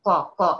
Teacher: يرتد على هيئة رنين يملأ الفم، يملأ الفم يعني هيملأ ما بين اللسان والحنك الأعلى · Term: أفخم